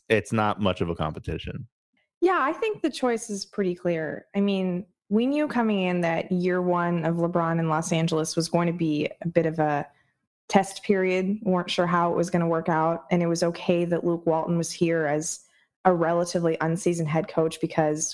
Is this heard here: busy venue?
no